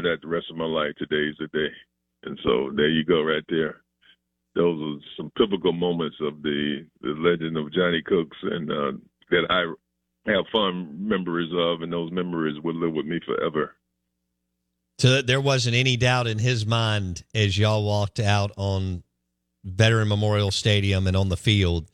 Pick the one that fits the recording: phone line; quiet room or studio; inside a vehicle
phone line